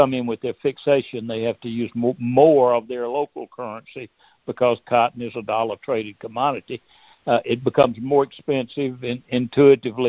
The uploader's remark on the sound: March 2023 Monthly Cotton Conference Call.